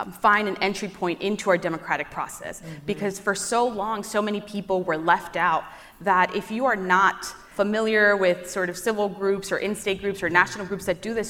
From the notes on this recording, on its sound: live from The Leadership Conference Education Fund's "We Are Democracy" conference